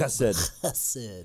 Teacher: You needed to get a little bit more back in the throat.